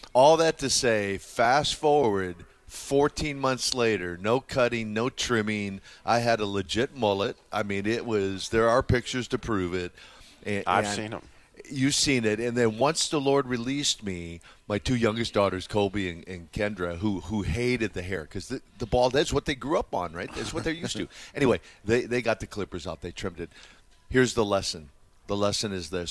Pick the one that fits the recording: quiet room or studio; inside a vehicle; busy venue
busy venue